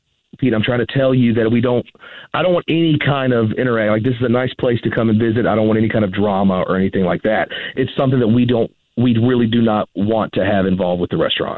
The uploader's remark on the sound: Phone Prank